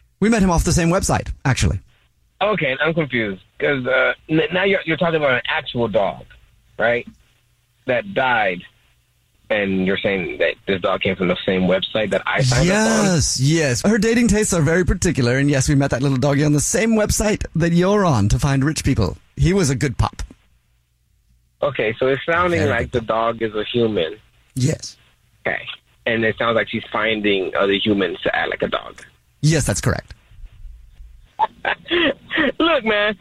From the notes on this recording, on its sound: Phone Prank